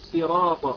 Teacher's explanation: قال صراط بترقيق السين